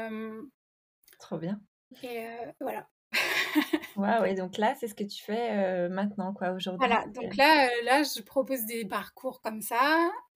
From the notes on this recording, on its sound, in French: Mon micro ne fonctionnait pas le jour de l'enregistrement, ce qui explique la qualité de son pourrie !